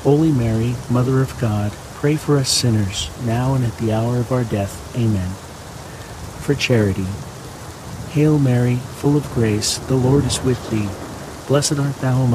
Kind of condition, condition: fault, sounds in the background